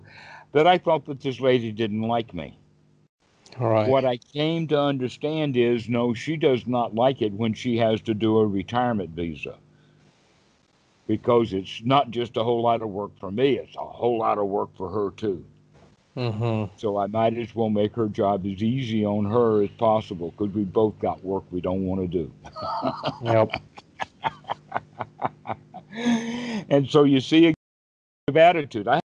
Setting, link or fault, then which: link, video call